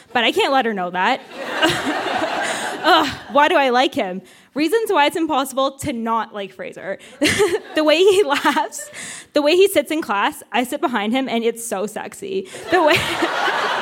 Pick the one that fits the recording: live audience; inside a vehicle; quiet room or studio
live audience